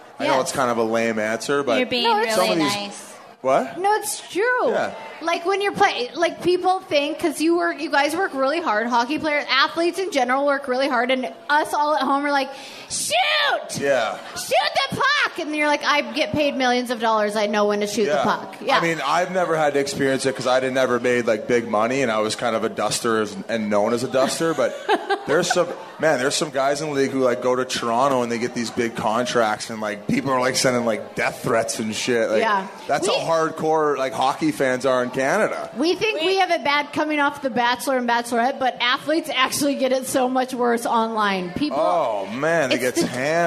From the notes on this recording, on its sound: Phoenix Live Show. Comes to us live from Phoenix this week.